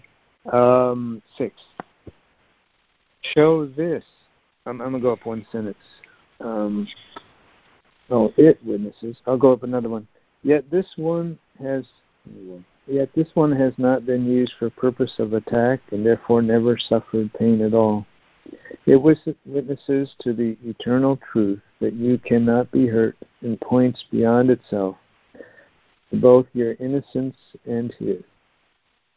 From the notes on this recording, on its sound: ACIM Daily Conference Call